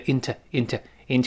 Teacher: 读快之后由 into 变成 into into into 那个 o 会弱化成 a